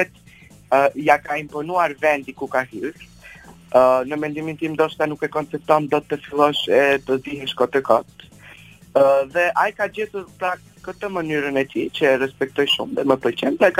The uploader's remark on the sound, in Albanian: I ftuar në një lidhje telefonike në emisionin Live From Tirana